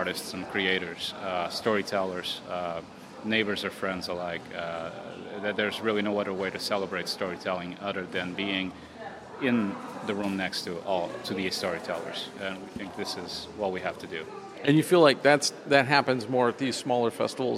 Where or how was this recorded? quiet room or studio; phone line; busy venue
busy venue